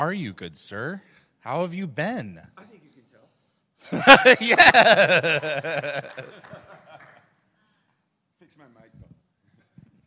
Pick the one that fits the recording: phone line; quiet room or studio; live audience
live audience